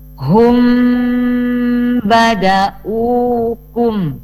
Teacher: Di sini huruf mim sukun bertemu dengan ba ya, atau di depannya mim sukun atau mim mati ada huruf ba, maka M-nya dibaca dengung ya. Hum badaukum, seperti itu ya. · Term: ikhfa syafawi